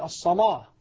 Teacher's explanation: أغلظ اللام فتكون اللام عندئذ مغلظة فخمة ضخمة، فأقول الصلاة فتكون بمستوى الحرف الذي سبقها. · Term: التغليظ